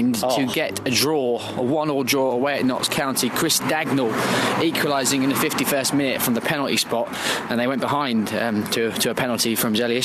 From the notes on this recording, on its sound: Live from AFC Wimbledon. The boys take a Tuesday night trip down to the Cherry Red Records Stadium this week.